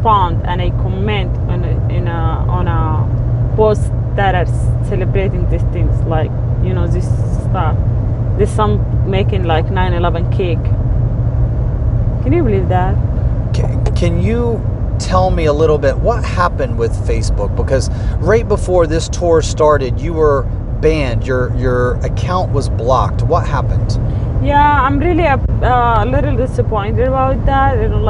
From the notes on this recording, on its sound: While driving between locations